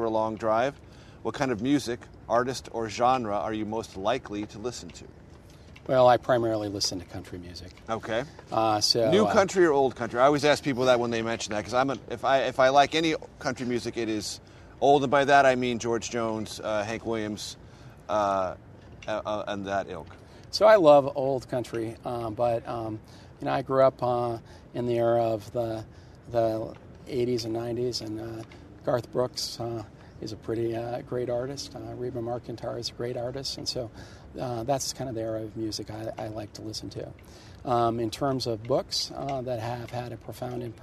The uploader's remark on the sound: recorded at the base of the newly reopened Washington Monument